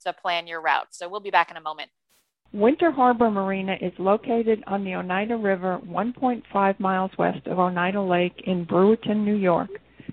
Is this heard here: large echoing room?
no